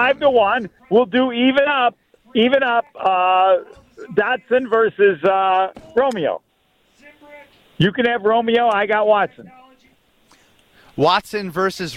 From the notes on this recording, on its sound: Live from the Putts for Pups Golf Outing at Blackhawk country club.